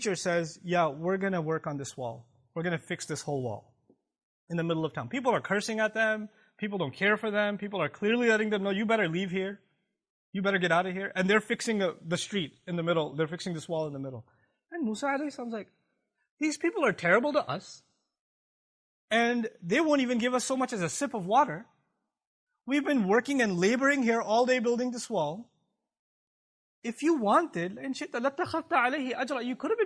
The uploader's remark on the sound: This Khutbah was recorded on October 6th, 2017 at the Euless Campus